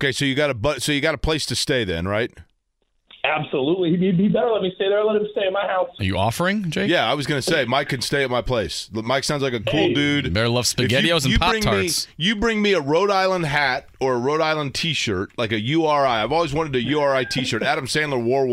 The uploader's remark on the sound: They then turn to the phone lines, and talk to listeners